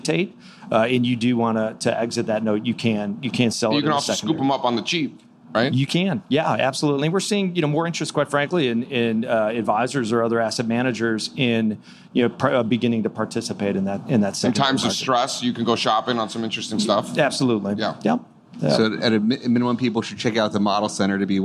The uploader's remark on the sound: Live from the Future Proof Festival.